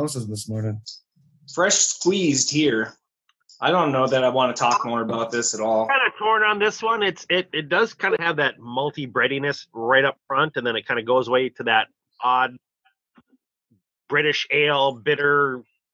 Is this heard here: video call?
yes